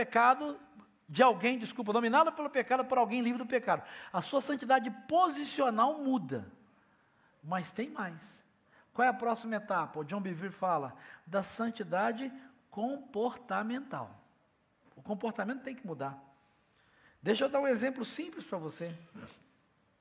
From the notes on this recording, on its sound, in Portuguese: Celebração ao vivo